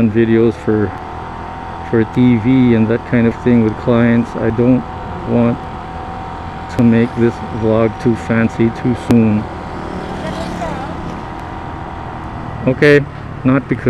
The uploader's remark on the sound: Moto imus, cavite. When I first started riding the motorcycle and trying out recording the podcast with a mic on my helmet.